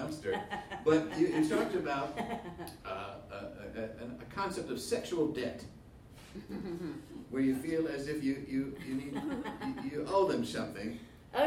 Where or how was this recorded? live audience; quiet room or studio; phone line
live audience